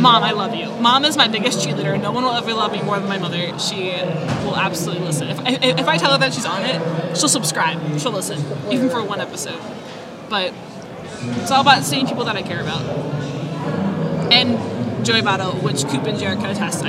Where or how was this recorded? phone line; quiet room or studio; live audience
live audience